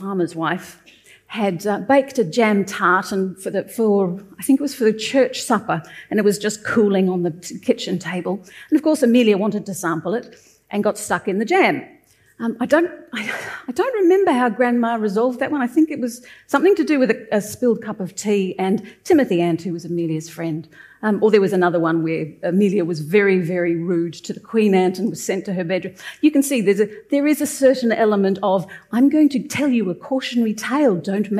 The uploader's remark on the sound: Hear a selection of guest authors take their work off the page and onto the stage in the gala opening of the 2023 Marlborough Book Festival.